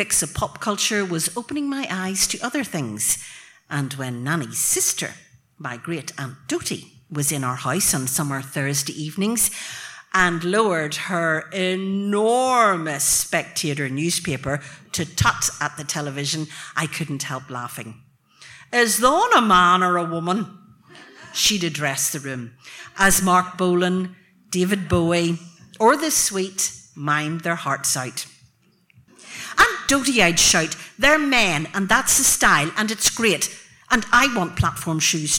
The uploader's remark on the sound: Tenx9 was back in Bangor. Tenx9 is a live storytelling event.